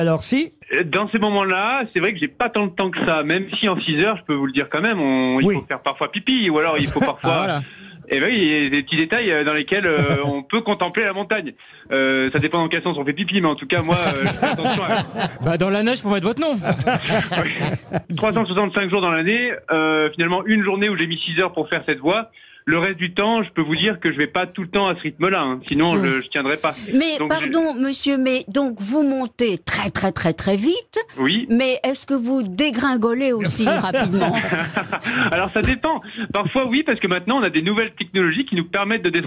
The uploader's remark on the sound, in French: au téléphone des Grosses Têtes ce 16 octobre